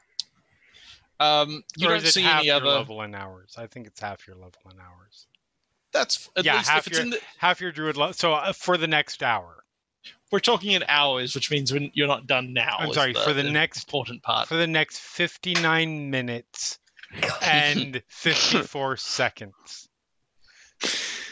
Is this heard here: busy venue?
no